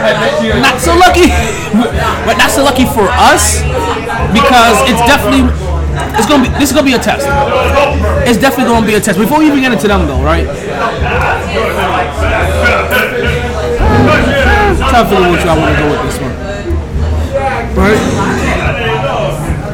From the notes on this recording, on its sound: Live From Sharkey's where LADIES DRINK FREE